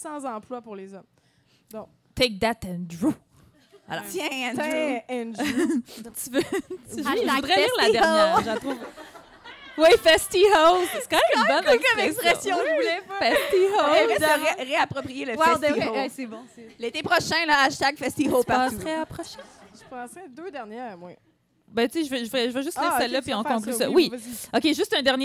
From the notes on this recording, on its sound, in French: Enregistré devant public au Café Tuyo à Montréal.